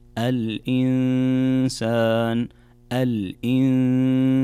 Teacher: بعدها مباشرة في قوله تعالى الإنسان، هنا نون ساكنة جاء بعدها حرف السين، والسين من حروف الإخفاء، فعندنا كذلك هنا غنة بمقدار حركتين